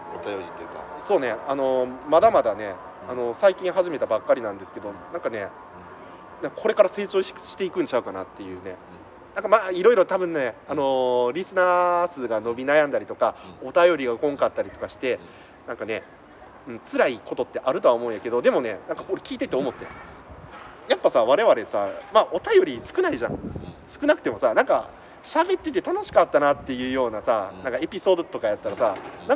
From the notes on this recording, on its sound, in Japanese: 公園で収録してます。